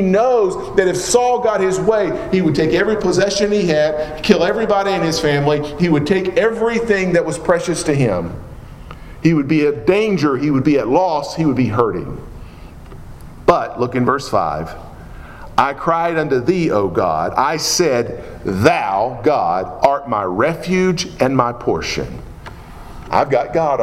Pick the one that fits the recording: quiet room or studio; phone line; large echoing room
large echoing room